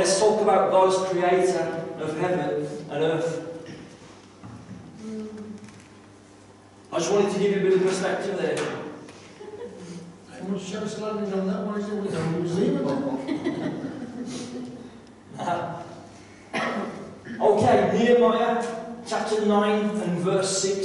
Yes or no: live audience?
yes